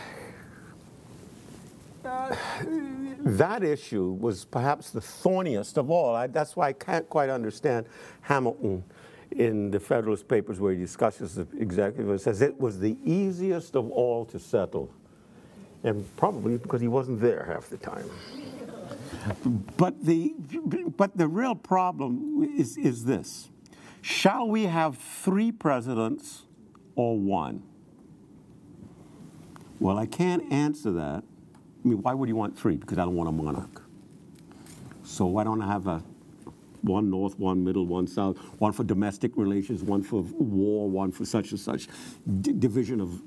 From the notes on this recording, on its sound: in front of a teacher audience